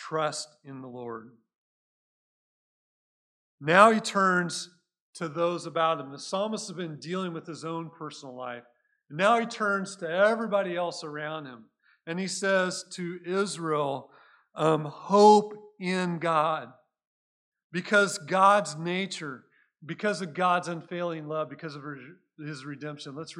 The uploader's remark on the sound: Recorded at Cornerstone Church in Mesa, AZ